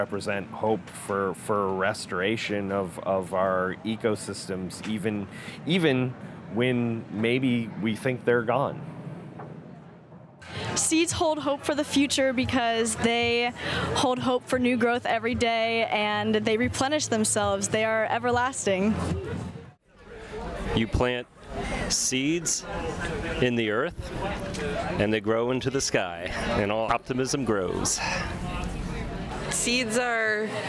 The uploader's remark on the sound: Seeds and Hope at Smithsonian Folklife X Earth Optimism Festival. Here are some recordings with folks at the festival.